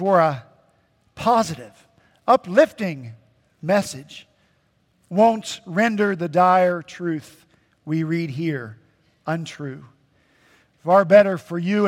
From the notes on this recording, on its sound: At Redeemer Presbyterian Church in Charleston, SC, our senior pastor.